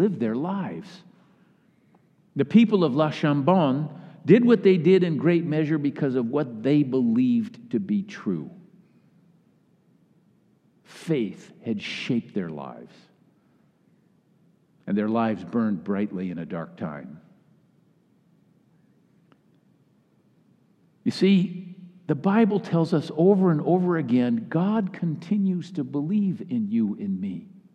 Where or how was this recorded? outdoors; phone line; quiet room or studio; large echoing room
large echoing room